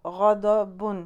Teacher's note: غضب غین بھاری ضاد بھاری